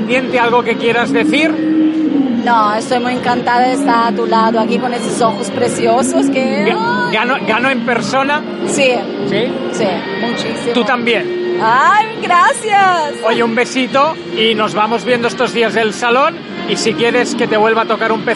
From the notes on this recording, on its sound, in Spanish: Ya están aquí las entrevistas grabadas en el Salón Erótico.